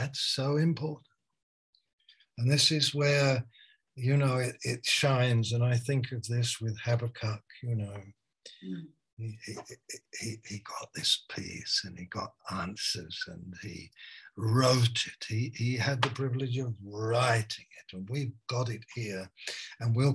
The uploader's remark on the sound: Malaysia Meets (Zoom)